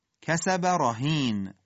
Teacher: تفخیم حرف را در کلمه رهین